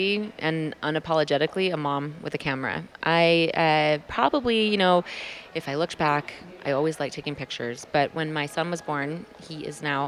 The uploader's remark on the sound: This conversation was recorded February 2020 at WPPI.